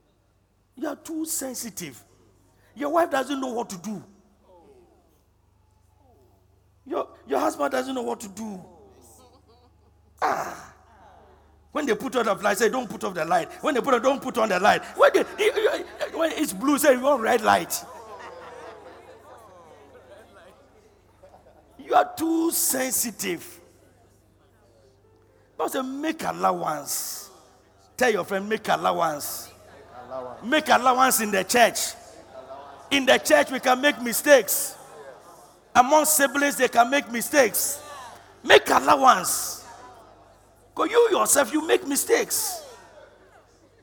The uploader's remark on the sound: Preached at the Loyalty House International, Abbey-Dawenya